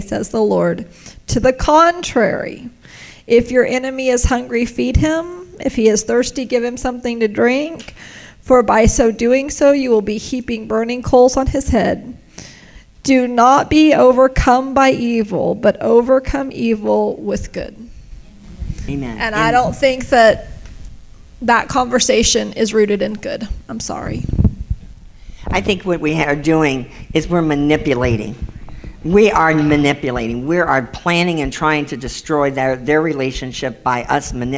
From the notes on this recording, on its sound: you will hear the Q&A session held at a Rejoice on the Road event